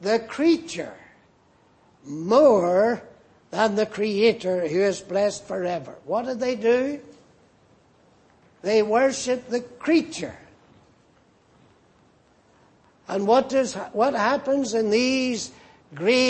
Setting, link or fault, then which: setting, large echoing room